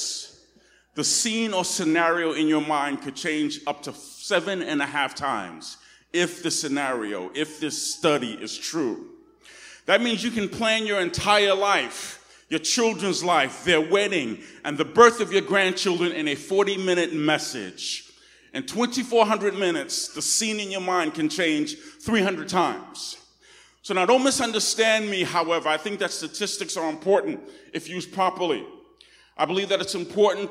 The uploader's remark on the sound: Recorded on 2016-08-28 at the 10:00am Service.